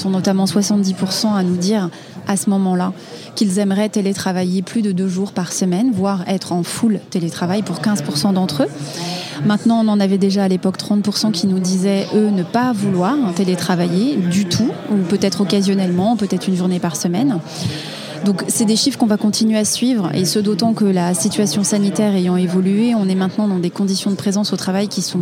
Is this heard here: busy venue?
yes